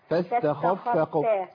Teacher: بس تاخد بالنا بقى من الخاء الفخامه شويه.